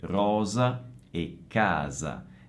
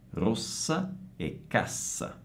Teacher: Tra l'altro, nell'ultimo esempio della S, la differenza tra la S semplice e la S doppia sta non solo nella durata della consonante, ma anche nel fatto che con la S semplice abbiamo una S sonora, come nel caso di rosa e casa, mentre con la S doppia abbiamo una S sorda, rossa e cassa.